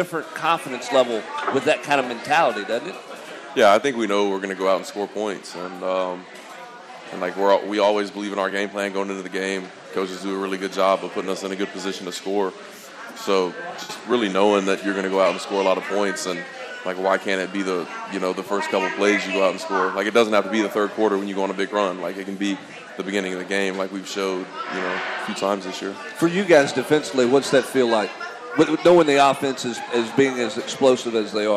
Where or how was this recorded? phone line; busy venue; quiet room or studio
busy venue